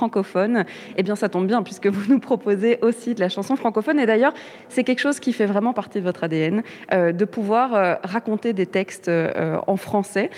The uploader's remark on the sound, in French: Bruxelles vit ! – Depuis le festival Francofaune.